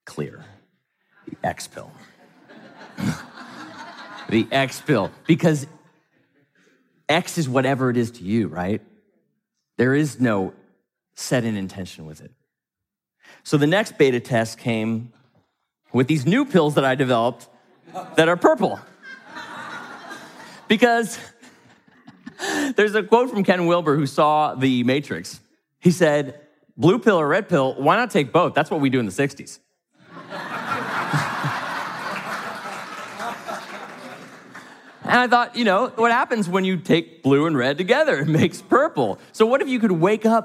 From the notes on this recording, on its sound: from the stage of Mindvalley’s A-Fest